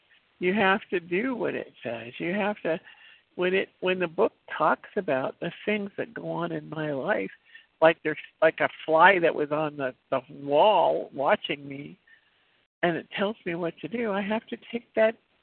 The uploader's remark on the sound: from the 100 Pounders Phone Meeting